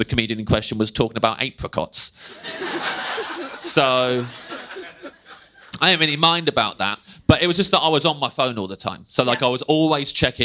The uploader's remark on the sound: Live at Soho Theatre. Recorded by Soho Theatre.